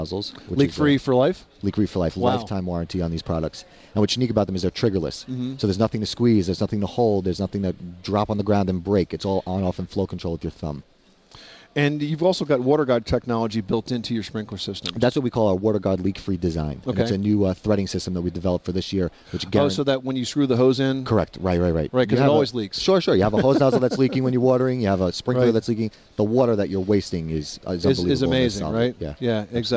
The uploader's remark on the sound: Live broadcast from the 2010 National Hardware Show in Las Vegas, Nevada.